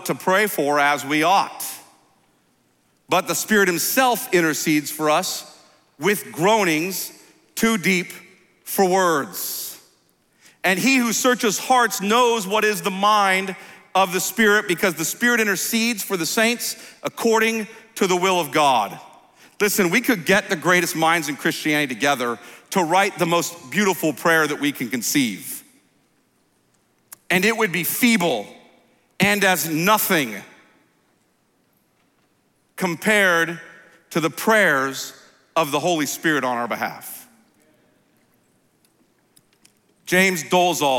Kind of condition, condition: setting, live audience